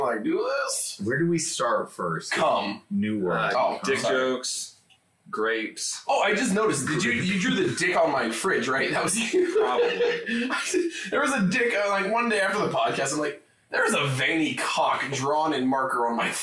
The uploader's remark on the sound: BAD AUDIO. YES THE AUDIO IS BROKEN. A WINDOWS UPDATE BROKE OUR AUDIO.